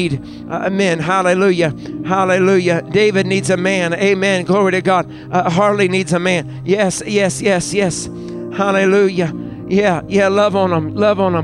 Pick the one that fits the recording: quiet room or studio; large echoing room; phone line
large echoing room